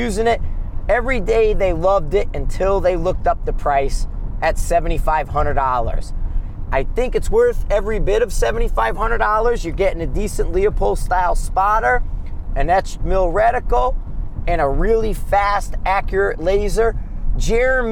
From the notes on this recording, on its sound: Driving Back from Gunsite, a road trip episode